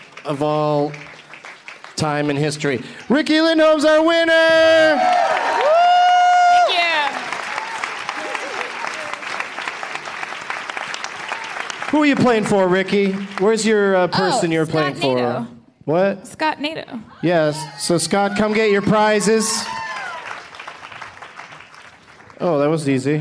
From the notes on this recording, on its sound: From the Bentzen Ball in Washington DC